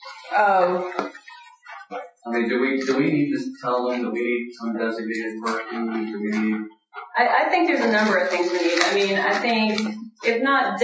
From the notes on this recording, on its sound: Audio from our club meeting -- a recap of what happened at Marcon.